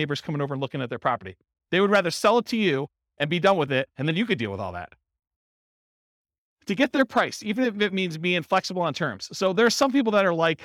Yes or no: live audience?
yes